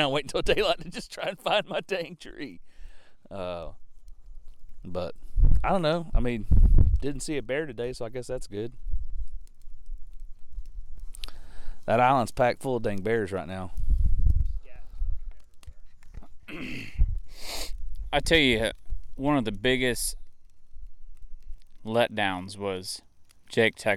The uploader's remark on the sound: we take the recording out into the field and around the fire at our makeshift deer camp